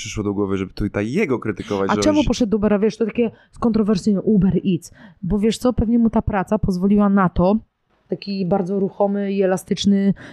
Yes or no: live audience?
no